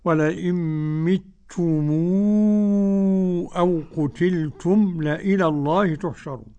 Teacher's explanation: متتم فيها ميم جمع أتى بعدها همزة قطع، يبقى قرأ ورش بالمد الطويل